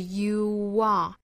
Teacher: you 和后面的 are 做连读，也是两个元音相撞了，这个时候它的条件就是要加小小的 w 的发音